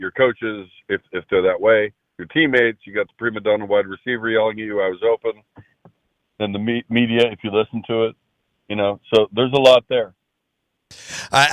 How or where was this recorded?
phone line